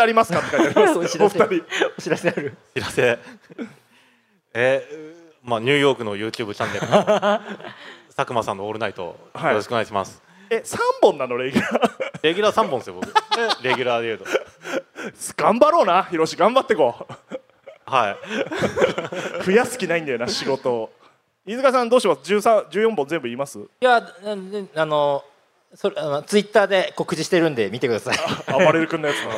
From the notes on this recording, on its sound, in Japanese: ラクーアガーデンステージで行われた公開収録。